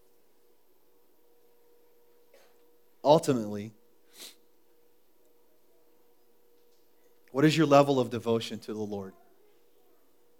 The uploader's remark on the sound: was recorded at The Calling Community Church on July 13, 2014 in Platte City, Missouri